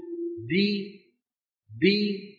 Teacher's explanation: مخرج الدال ومخرج أصل الكسرة اللي هو مخرج مين؟ الياء. · Term: دالا مكسورة